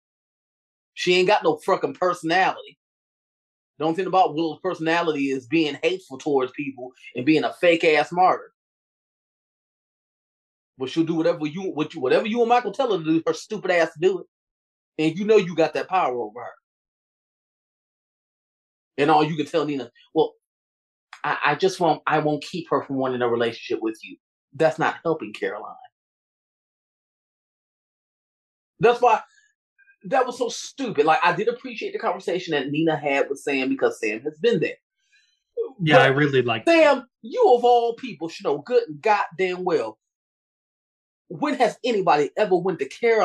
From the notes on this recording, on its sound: Three Bitches on a Zoom.